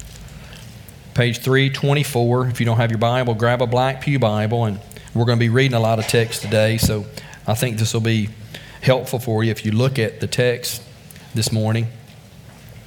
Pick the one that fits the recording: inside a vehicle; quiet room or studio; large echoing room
large echoing room